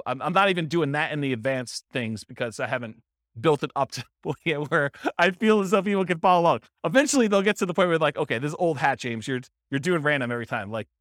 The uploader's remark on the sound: This was a live class recorded